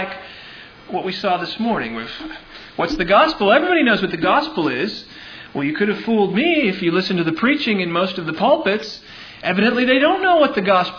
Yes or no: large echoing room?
yes